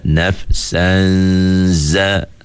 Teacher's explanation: Tak perlu pun kita pedulikan bunyi huruf nun itu, sebab dia dah jadi ikhfa, kena sembunyikan huruf nun itu.